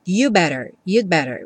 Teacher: você não escuta realmente o D, porque depois vem um B e a pessoa vai ter que fechar o lábio. Então, no que você encosta a língua no céu da boca para fazer o D do you'd, você já fecha o lábio também para fazer o better, e aí acaba que esse D não fica muito aparente, you'd better.